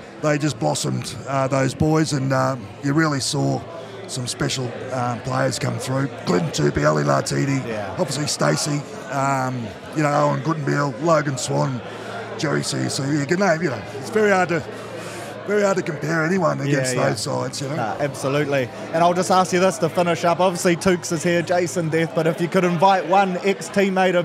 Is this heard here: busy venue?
yes